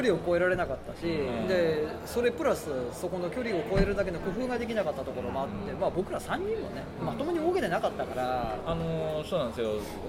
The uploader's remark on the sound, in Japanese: 特別編：FRAT3会場より。今回は特別編として、FRAT3の会場での収録の模様をお届けします。